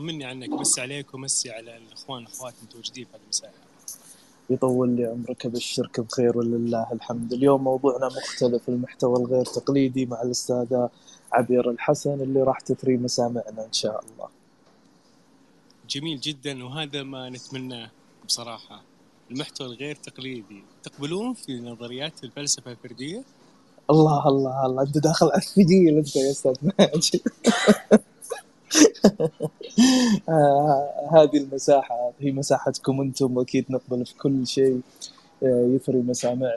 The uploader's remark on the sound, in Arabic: تسجيل لمساحة ابن رشد الأسبوعية على منصة تويتر